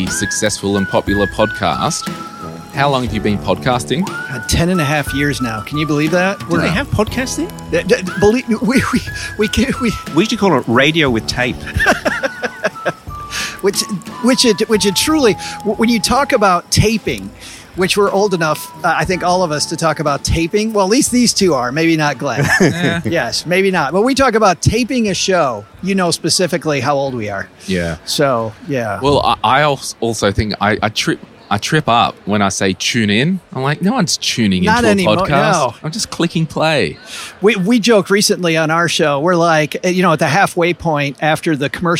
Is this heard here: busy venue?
yes